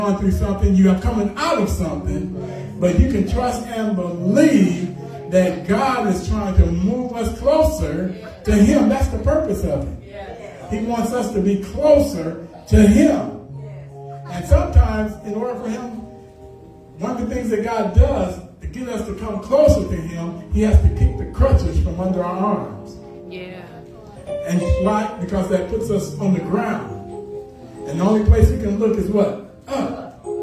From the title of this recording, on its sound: Sunday Morning Service